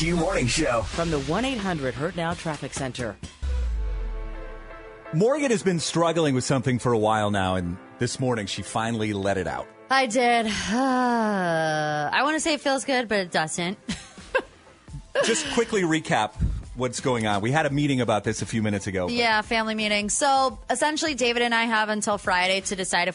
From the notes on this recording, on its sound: Thankfully there were listeners that called in to make her feel better.